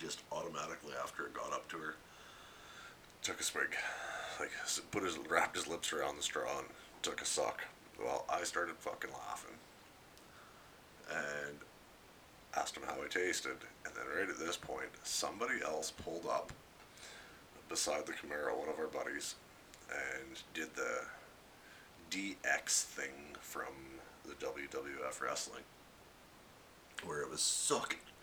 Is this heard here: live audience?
no